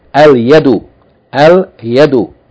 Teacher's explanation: Last letter from the huruf qamariyah, the letter ya, which is from the, yani, from the tongue, from the middle of the tongue, going up towards what's above it from the roof of the mouth